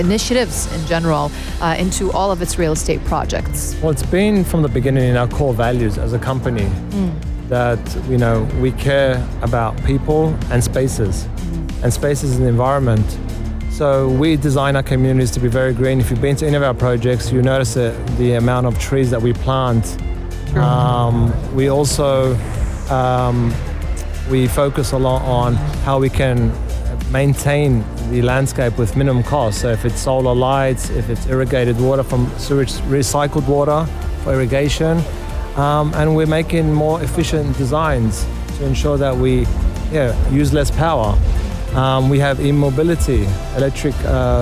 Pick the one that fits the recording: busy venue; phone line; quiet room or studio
busy venue